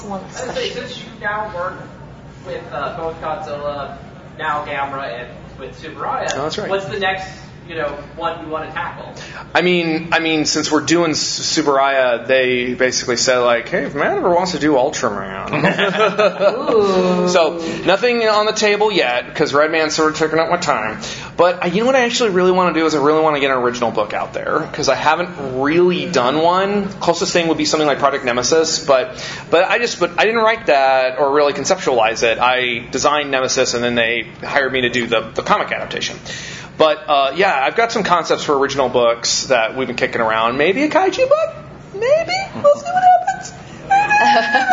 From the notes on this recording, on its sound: Live from G-Fest 25